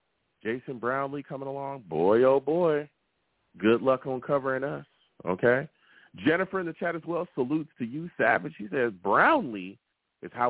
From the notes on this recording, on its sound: I take live callers!